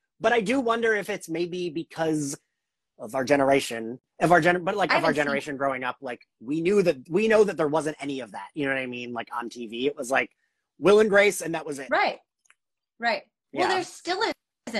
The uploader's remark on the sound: An Instagram Live Interview